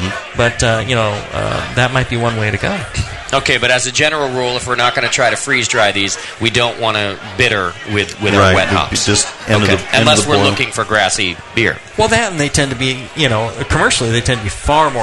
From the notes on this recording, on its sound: This episode was recorded live from the 2012 National Homebrewers Conference in Seattle Washington. Talk with the crowd.